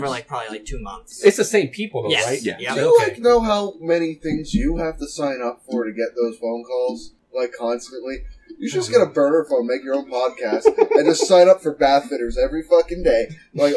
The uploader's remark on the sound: we had issues with the audio in today's episode